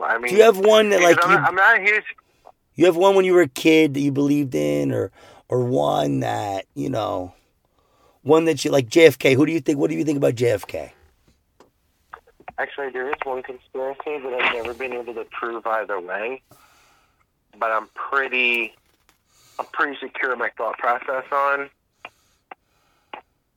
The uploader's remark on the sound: we are recording in the car